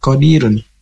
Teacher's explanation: Berharokat domah tanwin di penghujung ayat dan dibaca dengan tafhim atau tebal. dan bila diwakafkan tetap tebal mengikuti asal harokat domahnya.